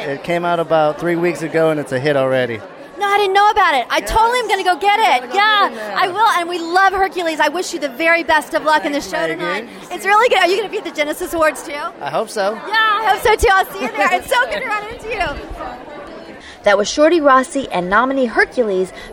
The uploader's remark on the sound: Live on The Red Carpet! On Pet Life Radio.